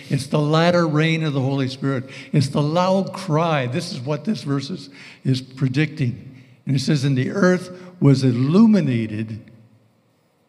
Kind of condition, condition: setting, live audience